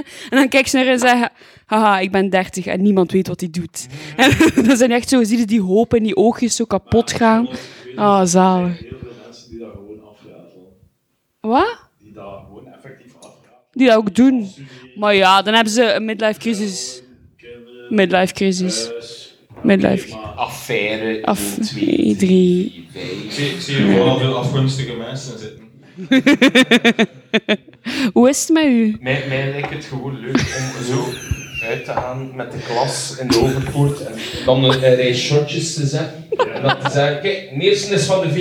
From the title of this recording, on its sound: GF23 Live